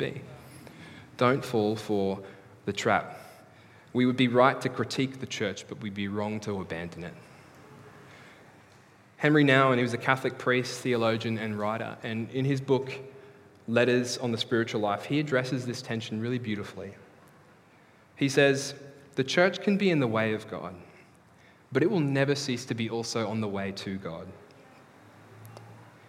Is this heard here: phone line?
no